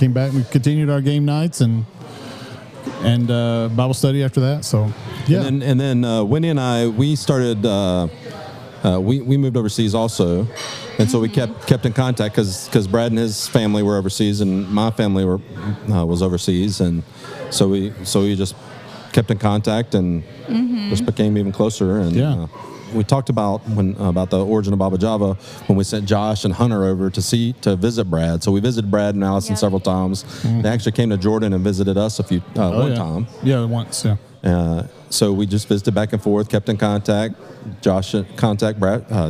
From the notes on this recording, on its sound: In this unique episode we take our podcast to the cafe for a live recording. Both Baba Java employees and long loyal customers step up to the mic and ask their questions about coffee.